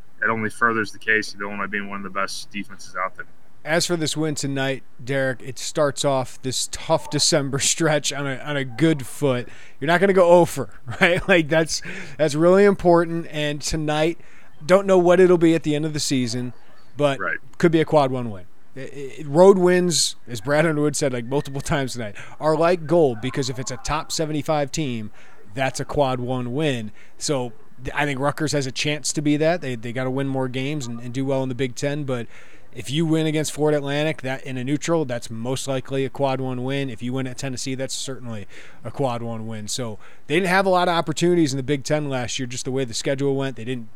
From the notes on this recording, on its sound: live from Jersey Mike's Arena